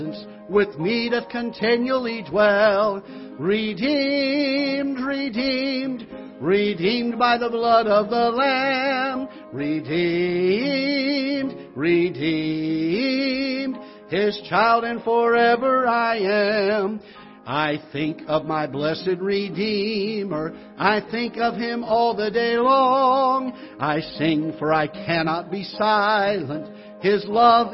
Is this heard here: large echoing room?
yes